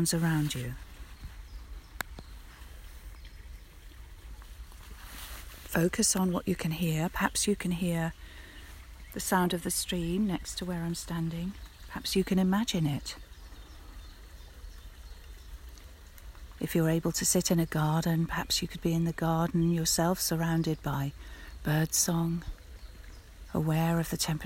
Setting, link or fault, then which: setting, outdoors